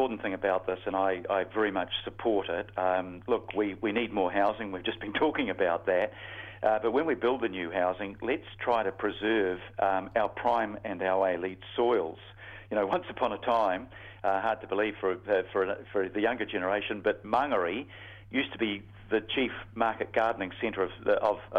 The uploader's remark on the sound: The Mayor phones up for his penultimate chat on the Breakfast show